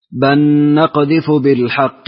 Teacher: وندغم اللام في النون إدغاما كاملا كاملا كبيرا، بحيث كأننا ننطق إيش؟ نونا واحدة، نونا مشددة